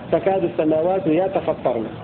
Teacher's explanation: وقرأ الباقون بتاء مفتوحة وطاء مفتوحة مشددة وراء مفخمة